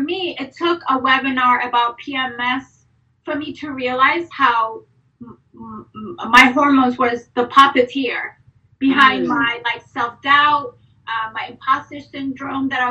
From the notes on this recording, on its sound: we are rewinding to the Women’s Wellness IG Live Series from March 2022